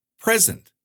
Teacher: the word present can be pronounced with stress on the first syllable to mean a gift or now.